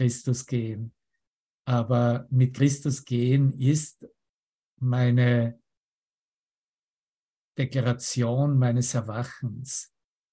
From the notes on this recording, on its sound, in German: Zoom-Session. Veranstaltet von der Aleph Akademie.